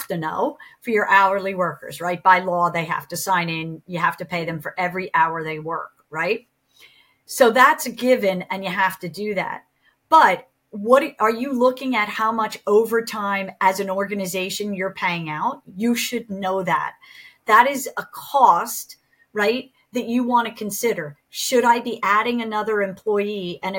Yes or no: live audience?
no